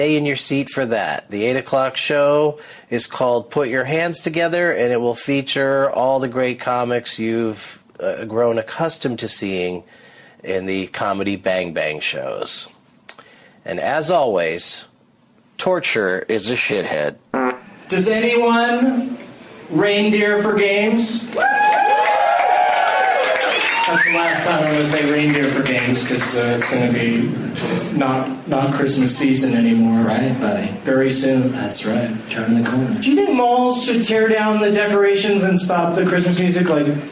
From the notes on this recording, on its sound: audience members at the Improv in Irvine, CA